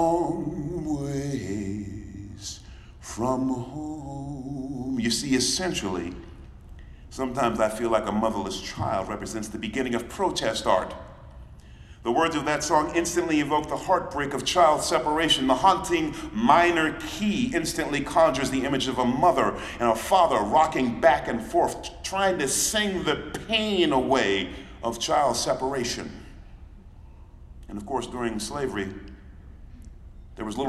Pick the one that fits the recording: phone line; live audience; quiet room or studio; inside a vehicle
live audience